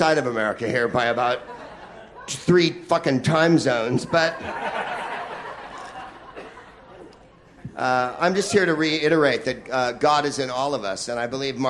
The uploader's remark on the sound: Live from the Maui Comedy Festival